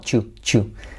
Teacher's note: También, que sepas que ese do you, what you, ese do you, puedes contraerlo en you, porque a veces el do you se contrae como chu